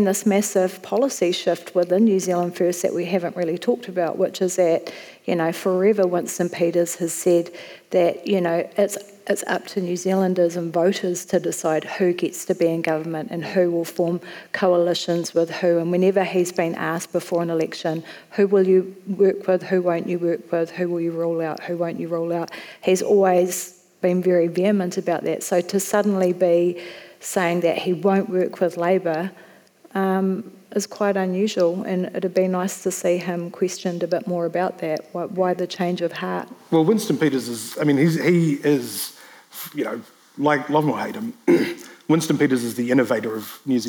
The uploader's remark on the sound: Live from Word Christchurch